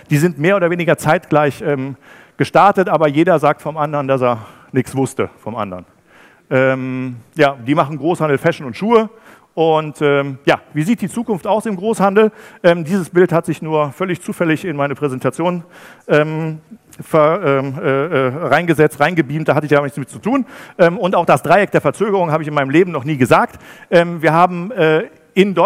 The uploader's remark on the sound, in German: Ist spontan beim Digital Commerce Day für einen anderen Speaker eingesprungen und hat einen denkwürdigen Vortrag zum Ende des Großhandels gehalten.